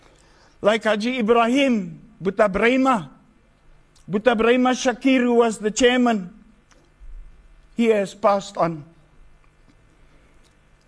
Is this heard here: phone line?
no